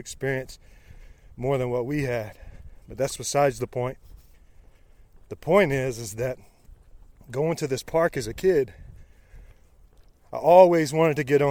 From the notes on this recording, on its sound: Live from the trail during a rainy 75 hard run